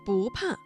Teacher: 不怕这个词当中的不字在四声前要变成二声